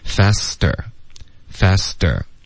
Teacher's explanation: Faster 的特我们会组化成一个的的音